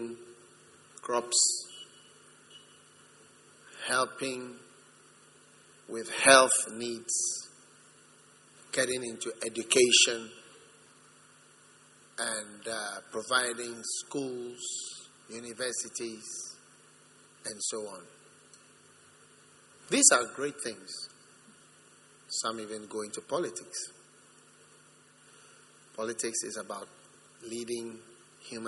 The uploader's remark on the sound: Preached at the First Love Center, Accra.